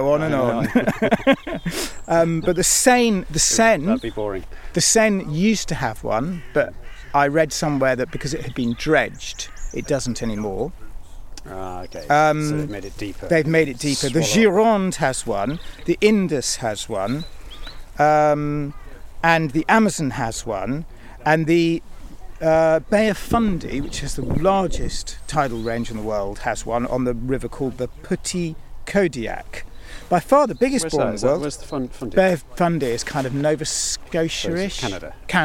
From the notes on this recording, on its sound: Encountering the surging Severn Bore on an atmospheric walk beside Britain's longest river.